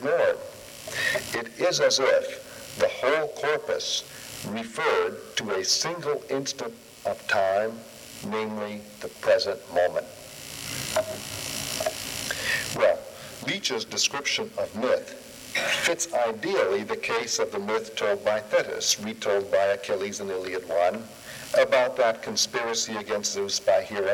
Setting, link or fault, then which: setting, large echoing room